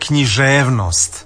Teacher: Što se tiče književnosti i književnosti, ja također preferiram naglasak koji se i vama čini pravilnim, a to je književnost. Dakle, na E je dugouzlazni naglasak i na ost je dužina